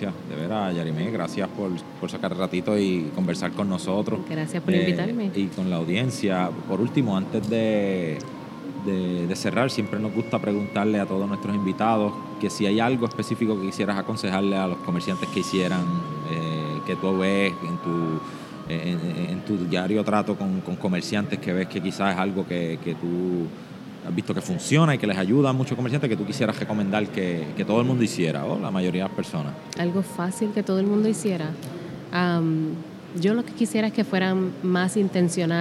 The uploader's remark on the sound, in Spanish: Episodio En Directo desde Boston, EE.UU. En este episodio grabado en directo desde la conferencia Klaviyo:BOS en la ciudad de Boston en Estados Unidos.